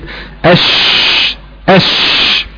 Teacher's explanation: وصفة التفشي بتظهر اكتر لو كان حرف الشين ساكن، يعني لو قلت اش هتحس فعلا بانتشار الهواء داخل فمك في نطق هذا الحرف